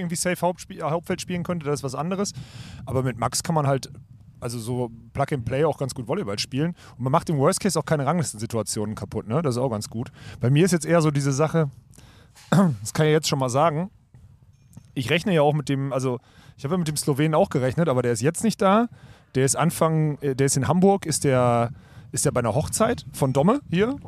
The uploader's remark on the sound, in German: Diese Episode haben wir brandheiß aus München während es Aufbaus bei der German Beach Tour aufgenommen.